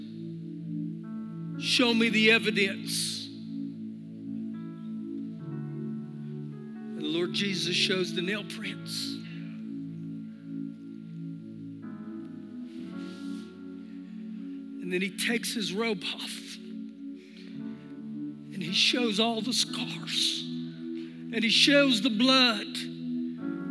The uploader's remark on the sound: Recorded live during our Sunday morning service